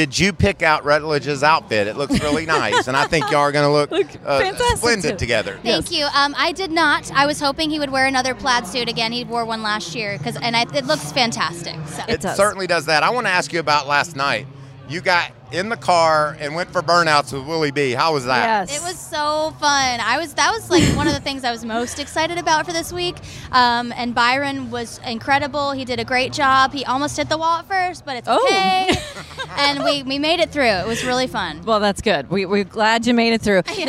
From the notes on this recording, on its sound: From the NASCAR Awards red carpet. Live from the red carpet in Nashville!